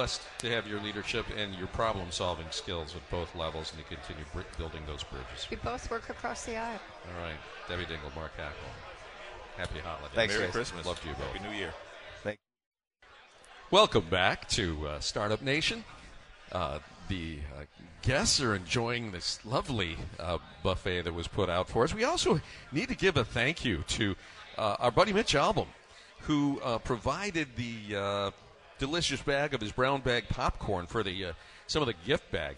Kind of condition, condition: setting, busy venue